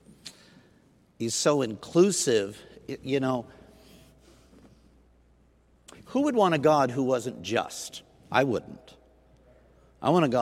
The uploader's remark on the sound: At Southtowns Christian Center.